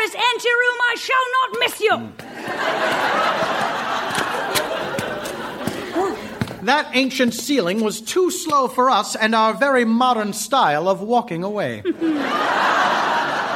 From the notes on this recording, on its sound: Recorded Live 3/3/2012 at Largo, Los Angeles.